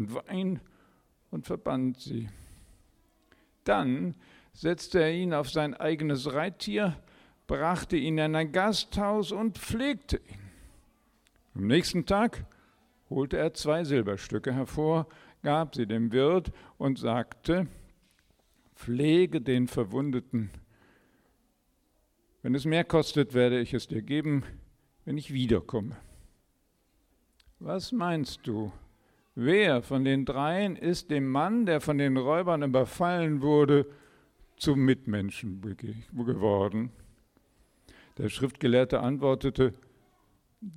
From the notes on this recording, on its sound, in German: Predigt im Rahmen des GreifBar+ Gottesdienstes